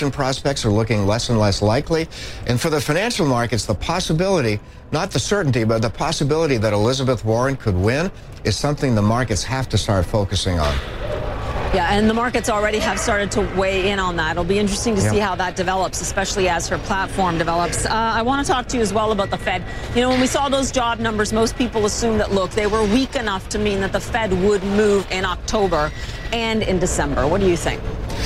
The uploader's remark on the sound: live from the New York Stock Exchange